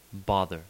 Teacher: The open back rounded vowel, turned script A, O, as in British English, bother.